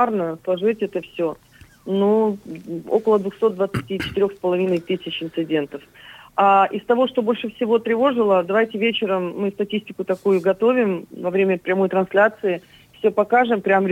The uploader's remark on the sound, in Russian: По телефону